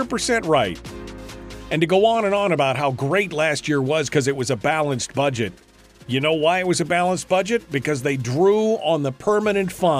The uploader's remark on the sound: Today it's just you and me, with phone lines opening up right from the start.